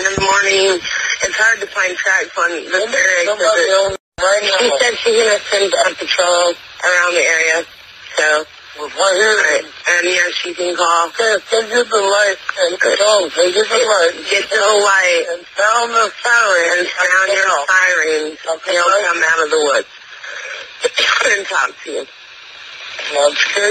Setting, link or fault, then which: link, phone line